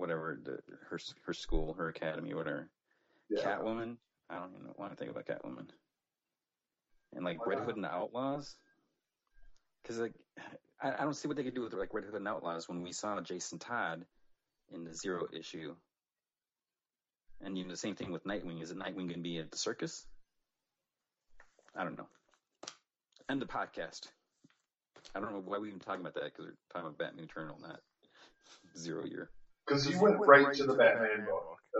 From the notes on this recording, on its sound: Just a warning, there are some technical issues with this podcast.